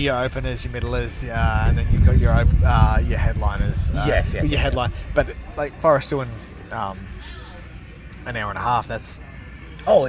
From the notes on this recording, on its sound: LIVE from outside